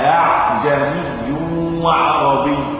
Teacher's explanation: وإن كان البعض ينطق بها هكذا أعجمي وعربي، هذا خطأ، لأن الهمزة الثانية مسهلة وليست تقلب هاء ولا تبدل هاء · Term: الهمزة المسهلة